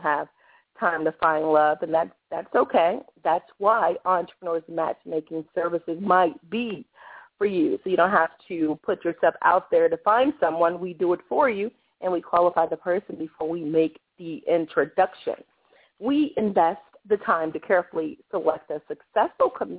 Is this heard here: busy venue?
no